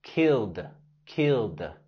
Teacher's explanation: La terminación ED en la palabra killed lo pronunciamos con el sonido D. D. Killed.